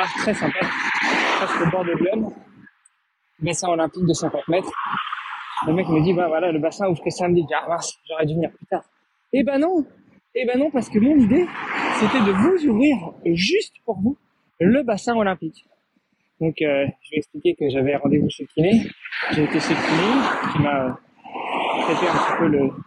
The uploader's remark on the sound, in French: 19km de Joux-la-Ville à Avallon avec 217m de dénivelé positif. Court en direction d'Auxerre tout en nous racontant.